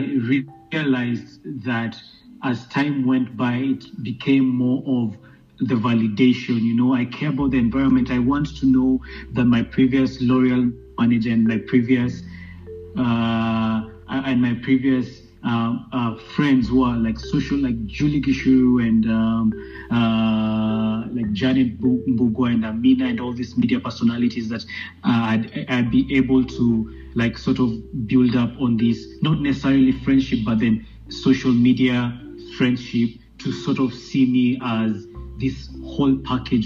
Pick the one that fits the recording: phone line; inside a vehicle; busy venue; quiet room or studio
phone line